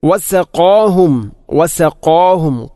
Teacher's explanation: ഖാഫിനെ ഉച്ചരിക്കുമ്പോൾ വസഖാ ഖാ അല്പം കനപ്പിച്ച് ഉച്ചരിക്കണം. വസഖാഹും അല്ലാതെ വസഖാഹും അല്ലെങ്കിലോ വസഖാഹും എന്നോ അല്ല ഉച്ചരിക്കേണ്ടത്.